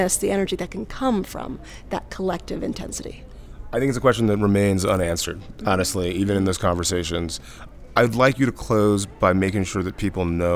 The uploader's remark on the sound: TAKEOVER is a special series of episodes that puts you on the ground during the Aspen Ideas Festival in Aspen, Colorado.